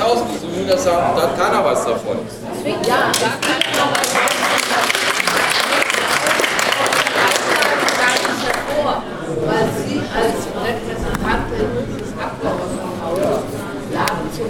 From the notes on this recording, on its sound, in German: Mitschnitt einer Info-Veranstaltung im Berliner Abgeordnetenhaus zum Thema Obdachlosigkeit.